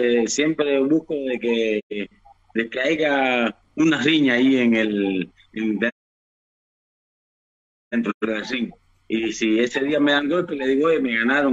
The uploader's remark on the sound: virtual press conference